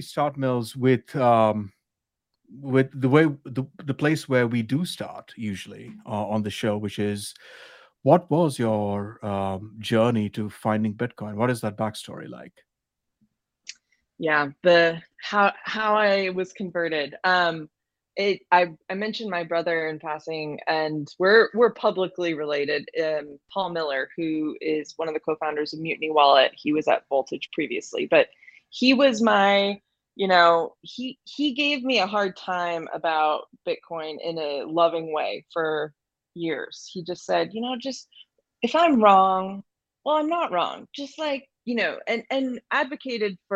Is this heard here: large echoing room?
no